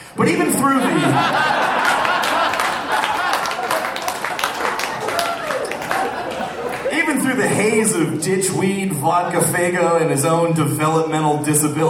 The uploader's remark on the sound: Recorded May, 25 2014, at the Waiting Room in Omaha as part of the Crom Comedy Fest.